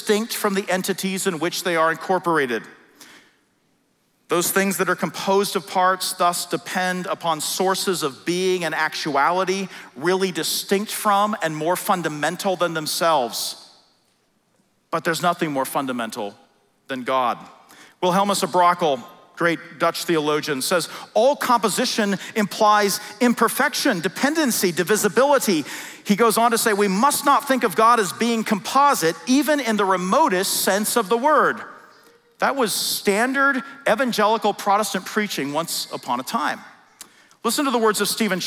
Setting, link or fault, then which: setting, live audience